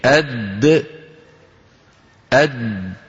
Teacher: من طرف اللسان مع ما يحاذيه من اللثة اللي هي اللحم الذي النابت حول الأسنان · Term: الدال